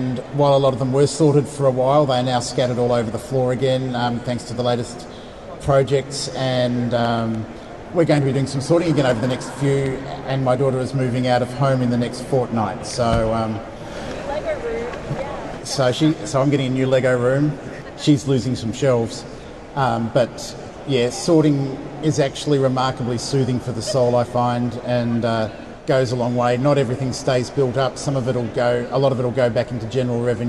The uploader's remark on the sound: Expect audio anomalies galore. Record an episode in front of a live audience on Convention Day. At Brickvention 2024, in Melbourne Australia. It's also the first time we have recorded an episode while being in the same room, during daylight hours! There's a live convention with around 600 attendees happening in the background, so the audio quality is a little different to our regular episodes.